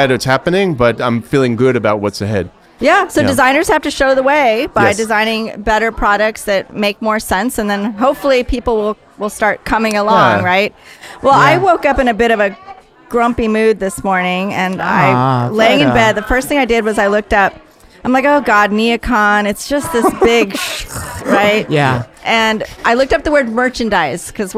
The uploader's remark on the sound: LIVE from NeoCon. During NeoCon we managed to do a series of podcasts LIVE from the OFS showroom in Chicago.